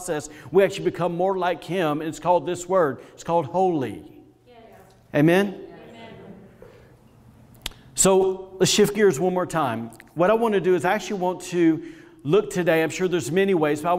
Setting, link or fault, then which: setting, live audience